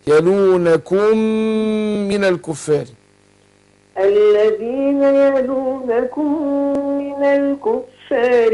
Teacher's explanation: الغنة الميم في الميم ادغام مثلين صغير